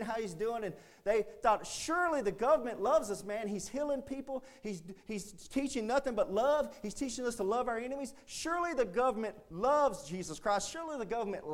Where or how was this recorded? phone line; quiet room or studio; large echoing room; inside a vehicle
large echoing room